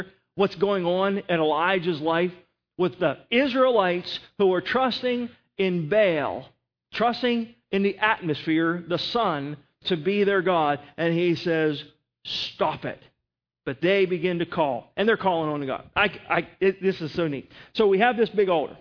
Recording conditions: large echoing room